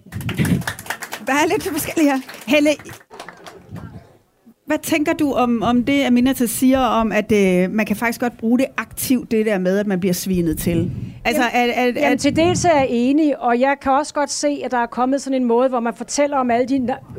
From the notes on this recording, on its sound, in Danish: Vi er live med den fine, københavnske salon fra Folkemødet.